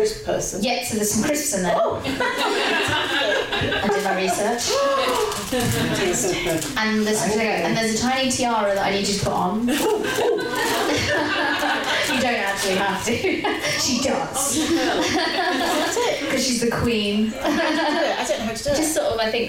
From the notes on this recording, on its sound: Recorded at a live event in front of an audience at Waterstones Gower Street. Produced by Pineapple Audio Productions.